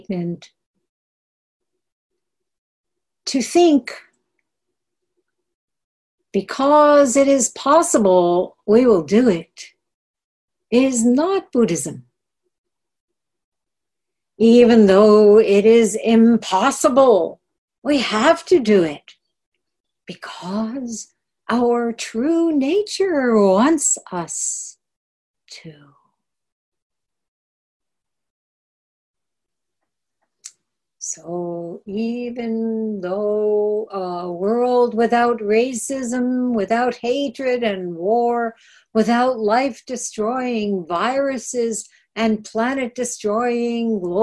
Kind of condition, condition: link, video call